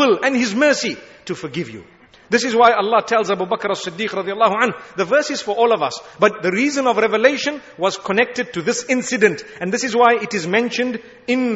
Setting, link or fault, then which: setting, large echoing room